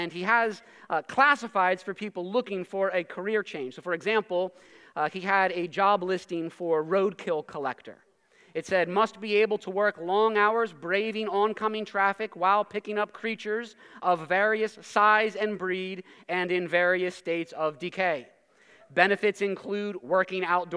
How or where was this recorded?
large echoing room